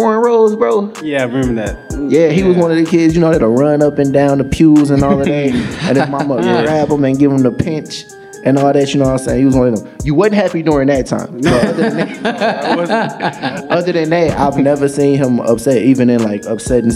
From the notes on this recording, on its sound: Live at High Low Listening Room in St. Youth, ages 16-24 years old, discuss current topics in live podcast recordings on stage. Live art interludes are incorporated into the presentations. Presented on the state-of-the-arts stage, High Low, 3301 Washington Ave. Saint Louis Story Stitchers' StitchCast Studio LIVE!